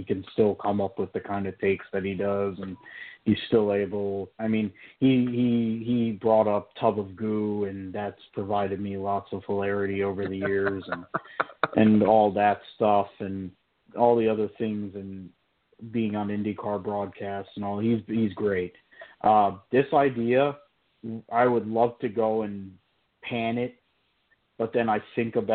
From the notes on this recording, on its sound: we’ll take your phone calls.